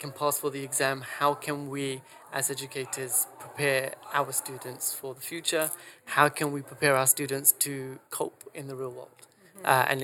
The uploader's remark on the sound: This episode was recorded at this year's GESF.